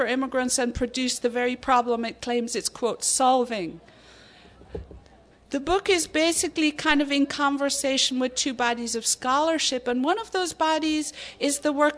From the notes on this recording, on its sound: Excerpts from the 2014 Tucson Festival of Books Nuestras Raices